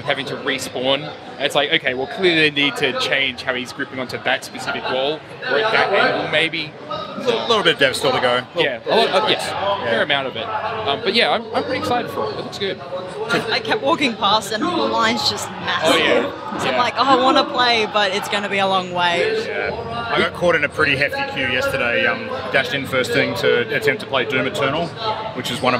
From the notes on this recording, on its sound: live from the floor of PAX Australia 2019